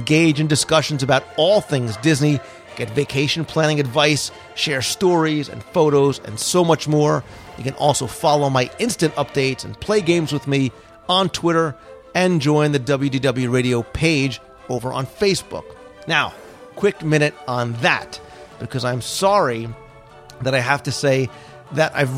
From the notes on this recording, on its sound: It was recorded live from Walt Disney World. It includes a roundtable panel with a number of Disney mom bloggers who were in town to cover the event.